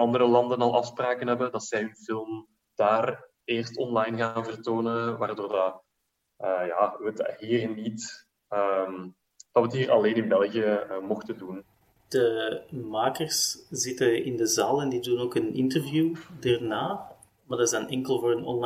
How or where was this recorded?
video call